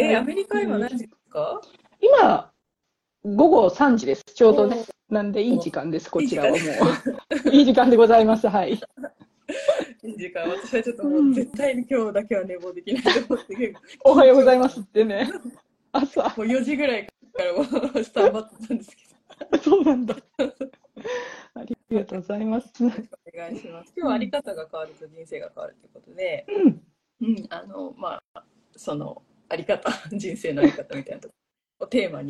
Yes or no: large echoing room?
no